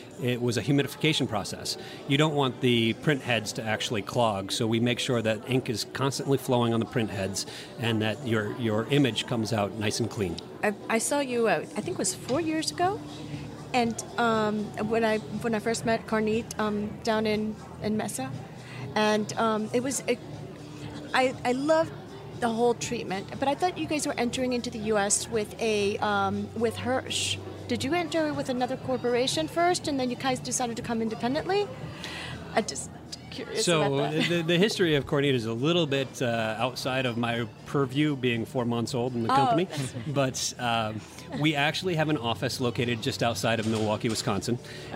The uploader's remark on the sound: on location at TexWorld USA in New York